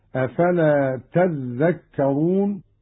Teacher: قوله تعالى: أفلا تذكرون، قرأ قالون بتشديد الذال هكذا: أفلا تذكرون، والأصل تتذكرون، أدغمت التاء في الذال.